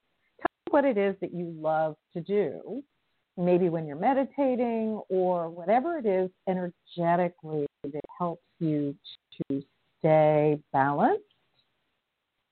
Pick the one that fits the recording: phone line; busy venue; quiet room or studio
phone line